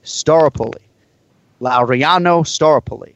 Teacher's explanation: he doesn't even emphasize any of the syllables in the last name, so you almost have to write the first syllable phonetically in caps, like Staropoli.